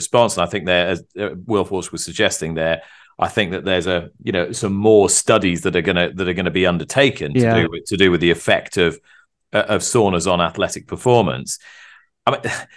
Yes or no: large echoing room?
no